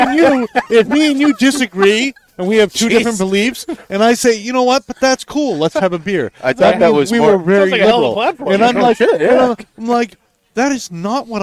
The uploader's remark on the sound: Recorded live from the 7-20-4 Lounge!